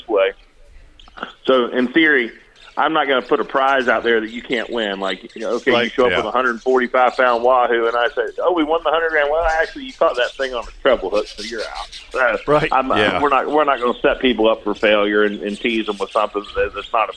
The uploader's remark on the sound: LIVE from Standard Feed and Seed. They weren’t at the studio…they were live at Standard Feed and Seed in downtown Jacksonville (1236 Kings Rd) for their 77th Annual Extravaganza!